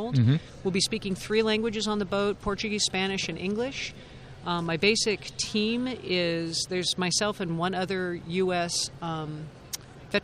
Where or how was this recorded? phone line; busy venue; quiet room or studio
busy venue